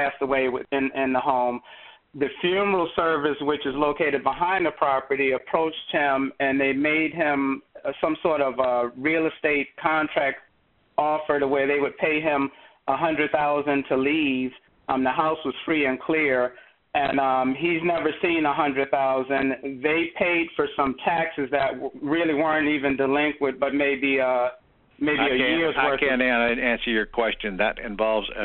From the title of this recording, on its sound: Q&A Call